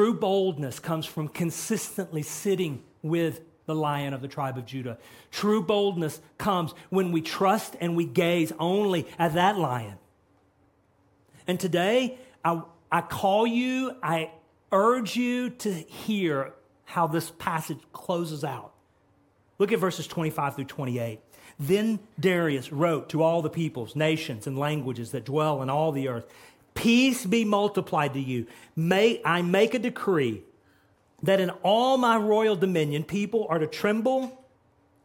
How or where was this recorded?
large echoing room